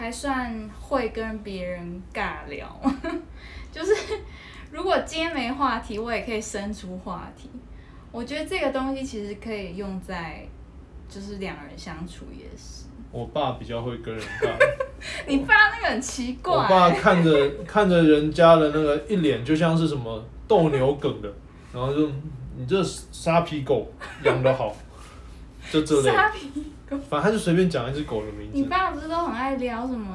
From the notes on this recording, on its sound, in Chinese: 這一集是我們在IG直播留下來的音檔，雜音多一些些，還請大家見諒。